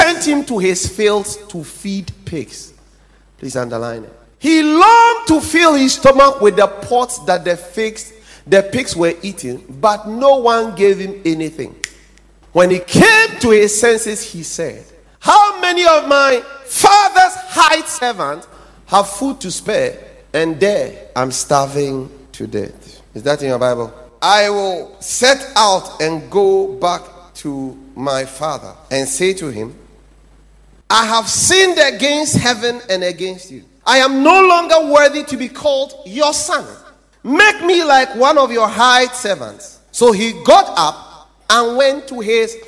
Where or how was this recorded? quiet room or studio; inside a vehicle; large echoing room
large echoing room